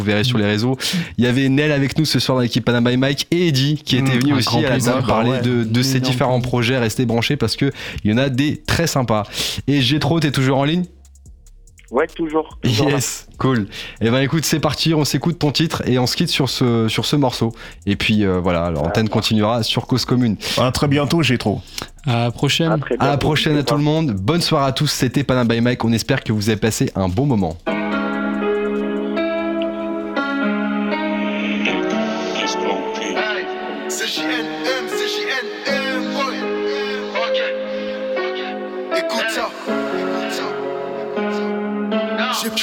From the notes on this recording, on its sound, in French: Nous contactons plusieurs artistes par téléphone.